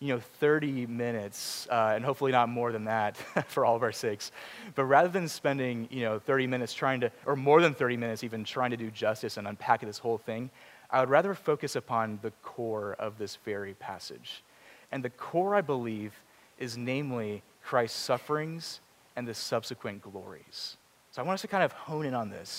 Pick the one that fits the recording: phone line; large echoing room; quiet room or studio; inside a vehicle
large echoing room